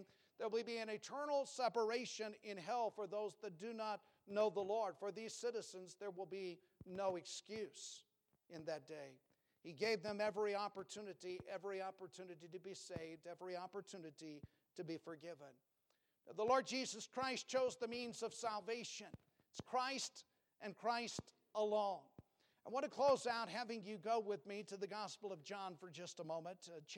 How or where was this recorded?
large echoing room